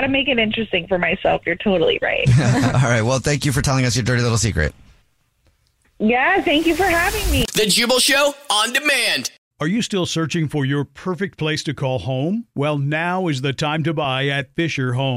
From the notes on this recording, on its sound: One of our listeners is on the phone.